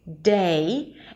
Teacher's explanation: You have to reach an E sound at the end, day, and see that there is transition from one sound to another. · Term: A diphthong · IPA: deɪ